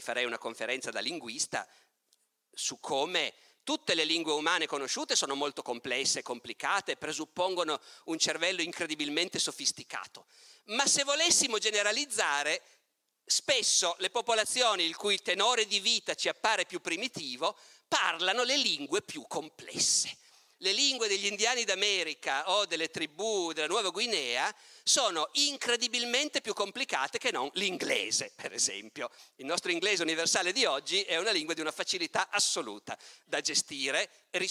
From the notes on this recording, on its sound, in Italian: Tratto dalla conferenza "La civiltà e i selvaggi - Festival di Camogli 2019".